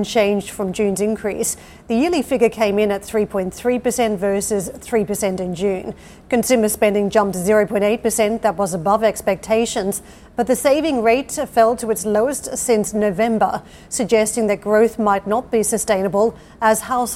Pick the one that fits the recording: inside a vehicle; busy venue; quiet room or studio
busy venue